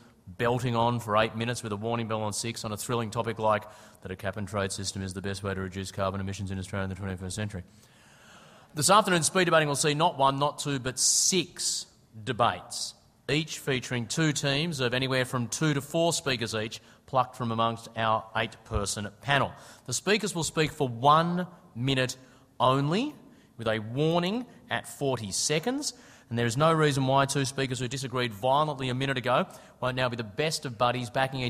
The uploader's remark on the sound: What you're about to hear is the speed debating panel from AusCERT's 2010 conference.